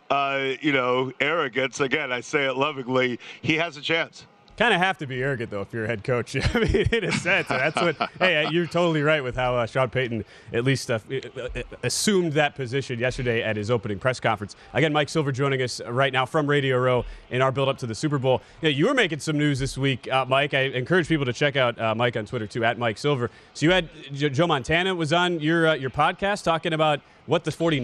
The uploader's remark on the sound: live from Radio Row in Phoenix, AZ